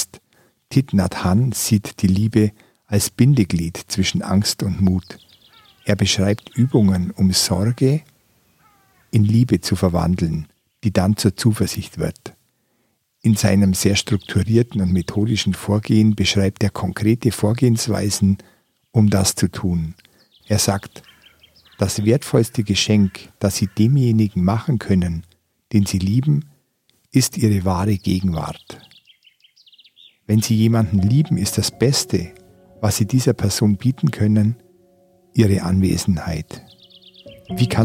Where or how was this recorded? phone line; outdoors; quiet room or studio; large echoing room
outdoors